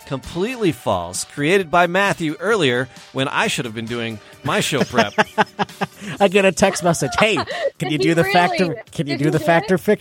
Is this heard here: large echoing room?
no